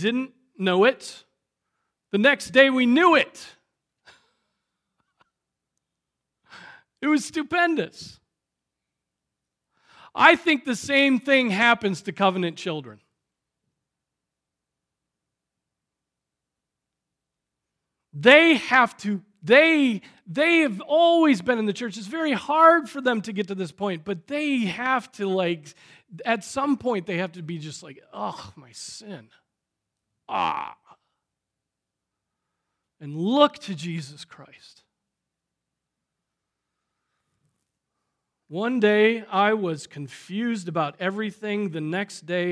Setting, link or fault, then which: setting, large echoing room